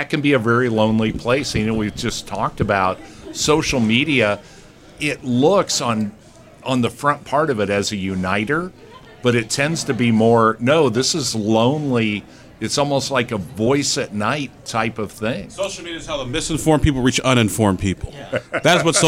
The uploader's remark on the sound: Recorded live on location at the Brownsburg American Legion, featuring A Night Of Comedy to benefit the Brownsburg Older Adult Alliance.